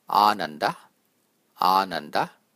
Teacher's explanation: If you make the first A a long one, then you get ananda, which is correct.